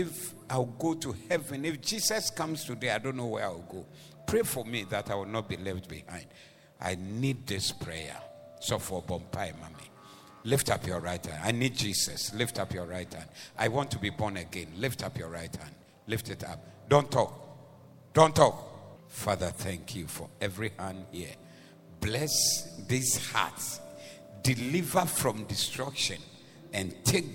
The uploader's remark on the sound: Preached at the Doxa Service 03092023